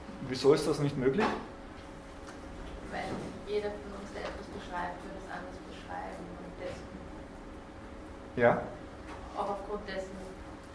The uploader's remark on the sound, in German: Diese Vorlesung wurde von Studierenden aufgenommen